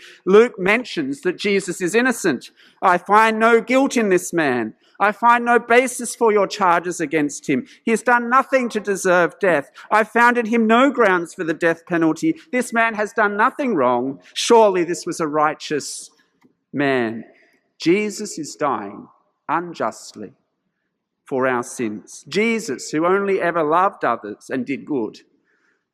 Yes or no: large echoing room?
yes